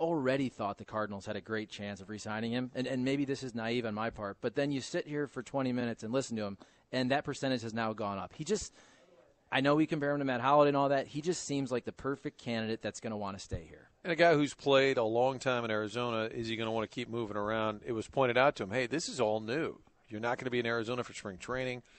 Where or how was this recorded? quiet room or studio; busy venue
busy venue